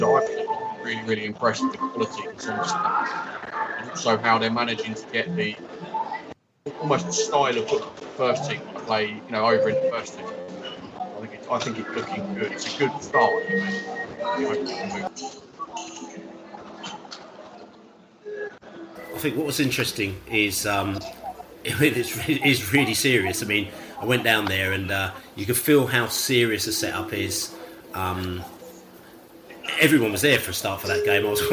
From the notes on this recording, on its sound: at the B team match against QPR at their training ground in Harlington